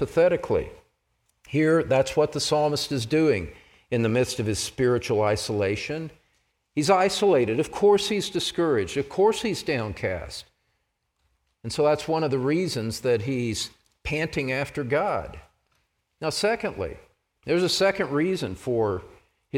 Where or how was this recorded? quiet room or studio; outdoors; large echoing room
large echoing room